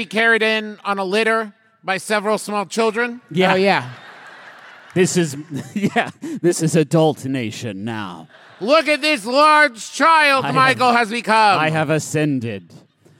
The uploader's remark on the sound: live from the sports-themed WaMu theater in Seattle, WA.